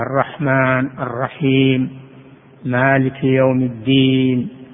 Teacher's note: ما يقول الرحمن أو الرحم، بل يمد حروف الممدودة · Term: المد